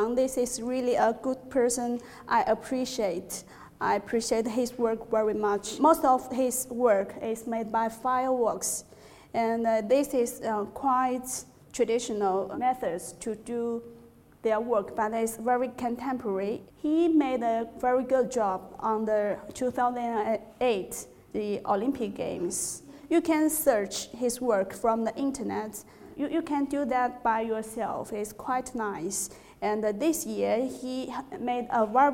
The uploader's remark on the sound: In this lecture series, held at The Learning Connexion school of creativity and art in Wellington, New Zealand